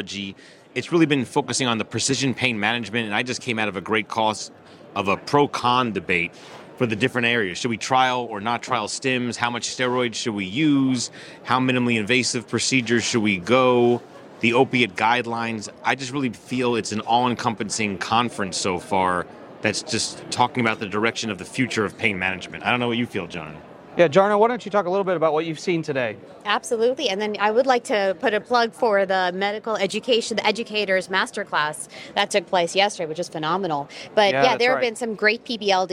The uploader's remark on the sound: Live from ASRA-PM Fall 2023. Live from the Exhibit Hall.